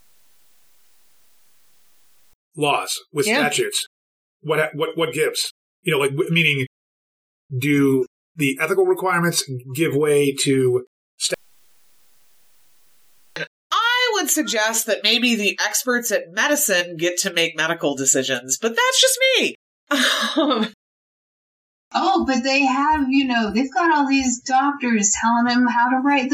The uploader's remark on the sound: Unfortunately, we had a little trouble with our computer and had to rely on Skype to record our audio. As a result, it sounds awful and we apologize.